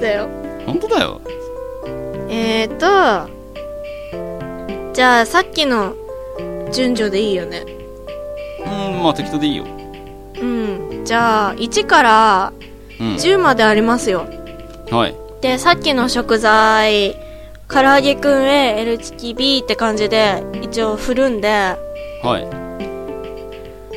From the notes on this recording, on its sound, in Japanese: 今回も音が全体的に大きいかもしれません。・ノイズ多いです。